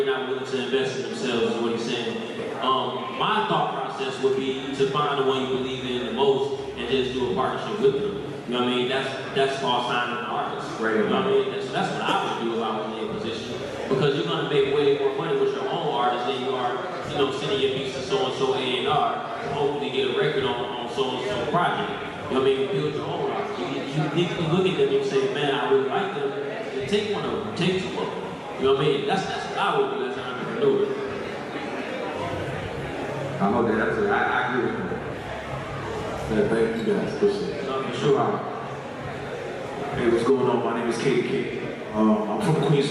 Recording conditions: live audience